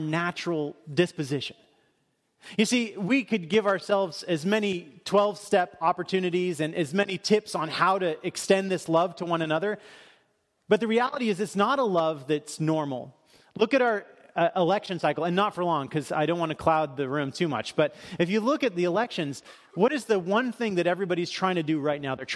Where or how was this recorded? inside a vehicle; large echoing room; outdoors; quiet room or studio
large echoing room